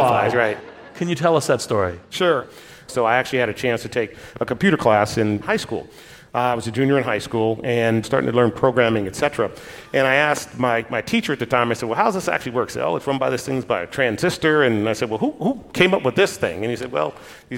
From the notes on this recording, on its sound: Recorded live at Summit LA 2019.